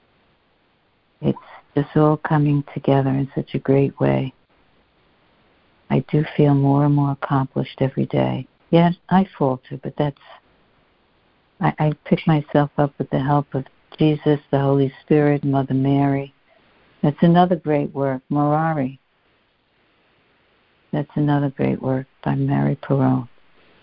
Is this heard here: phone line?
yes